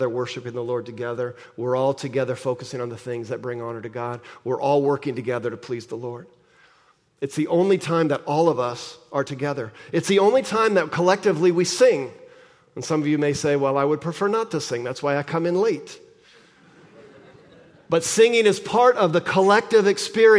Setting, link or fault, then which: setting, large echoing room